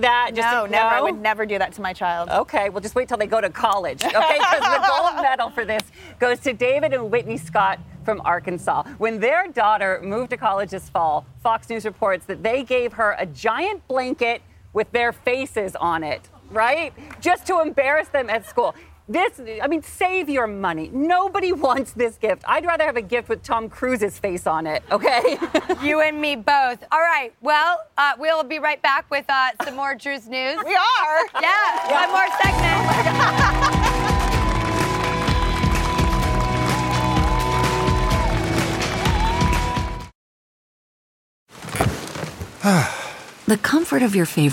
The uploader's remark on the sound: the entire studio audience is filled with best friends